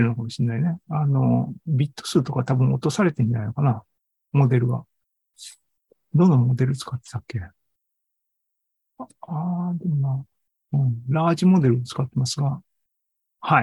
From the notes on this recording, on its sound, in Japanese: ２０２３年６月２４日に開催した ZOOMライブの模様です。